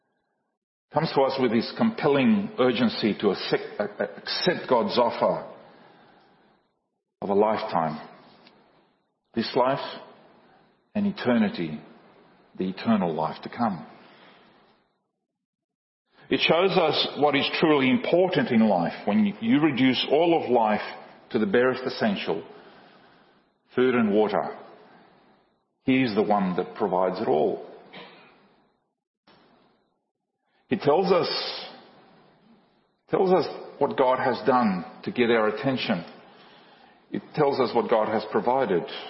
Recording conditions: large echoing room